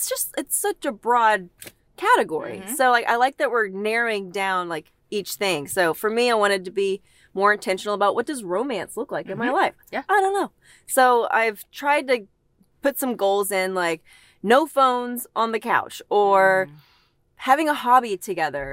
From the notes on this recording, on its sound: Hop in the car